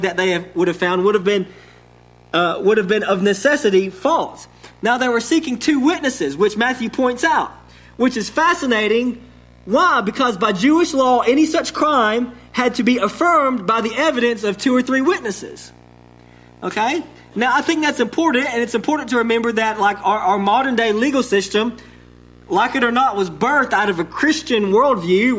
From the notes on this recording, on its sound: Sermon delivered to Cottondale Baptist Church in Eastman, GA on 11/28/21. Sermon delivered to Cottondale Baptist Church in Eastman, GA on 11/28/21.